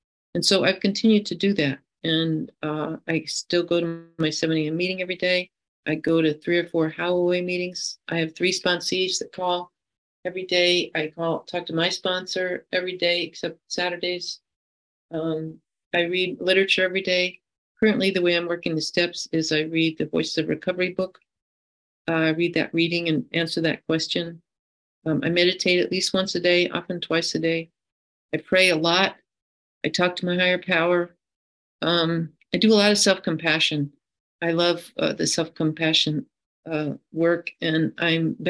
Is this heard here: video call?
yes